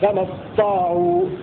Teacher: بإدغام التاء في الطاء